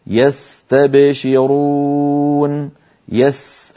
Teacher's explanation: وأطول هذه الثلاثة هو حرف السين يستبشرون يس. ألاحظتم امتداد الصوت في حرف السين؟ · Term: السين رخوة